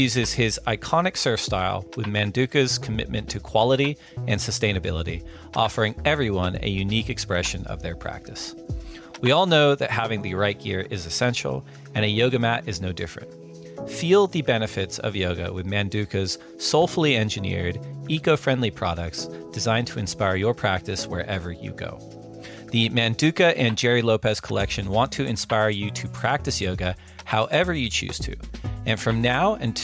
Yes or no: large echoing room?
no